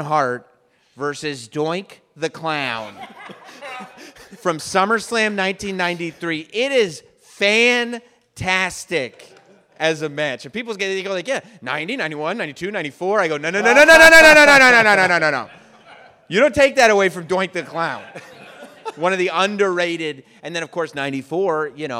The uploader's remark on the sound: LIVE in Detroit